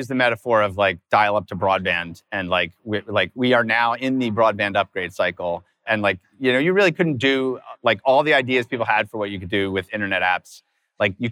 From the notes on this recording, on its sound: recorded this past September in San Francisco at Converge22, Circle’s inaugural ecosystem summit